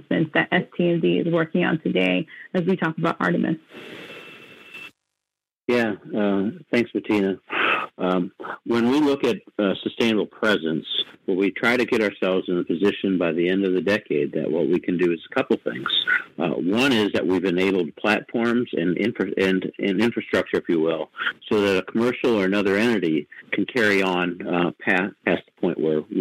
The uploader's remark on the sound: Today we have a teleconference from this past Monday where NASA discussed its early Artemis exploration plans.